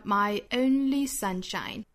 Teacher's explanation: 我会强调一下这个 only，所以我跟前面的 my 就不连读了